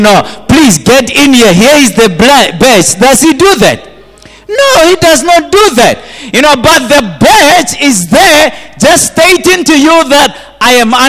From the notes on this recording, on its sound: At GTCFC City Campus in the morning service.